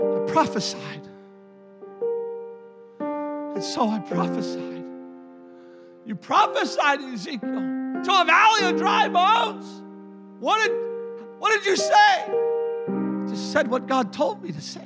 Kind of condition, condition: setting, large echoing room